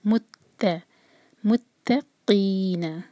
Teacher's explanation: تا کو اسٹرانگ، تا پر شدہ ہے. مت اور تا جو ہے اس کو ہیوی نہیں پڑھنا